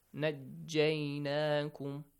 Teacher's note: there is a قَلْقَلَة، but because we have a تَشْدِيد and the next jim has a fatha, the قَلْقَلَة will not be so much clear